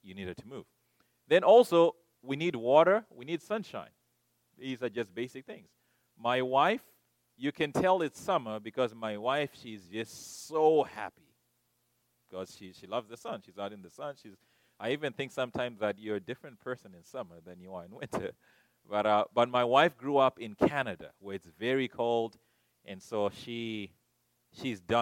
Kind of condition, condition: setting, large echoing room